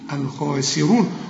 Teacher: عالي قوي الخاء، الخاء عالي قوي، أول درجات التفخيم، شوف، وبعدين السين رؤيئة قوي ومكسورة أكثر رقة، الخاسين، الخاسرون، وبعدين الراء ثالث درجات التفخيم، الراء المضمومة، الخاسرون.